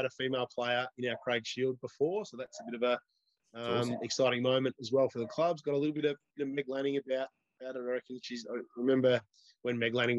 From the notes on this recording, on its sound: A different sort of episode this week as the podcast was forced onto Zoom.